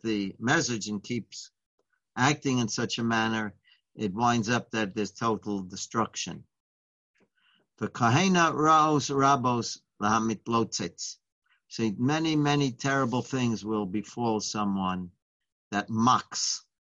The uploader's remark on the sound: Live On Zoom